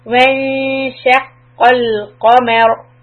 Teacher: The other mistake we can make here is when you connect the lam of shwanshaqal, keep the tip of the tongue behind the teeth, holding it in its place, and don't drop the tongue, because we do not want to create a qalqala effect